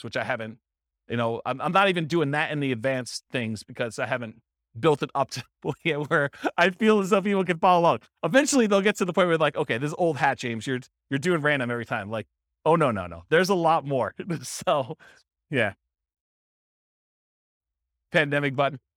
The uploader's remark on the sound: This was a live class recorded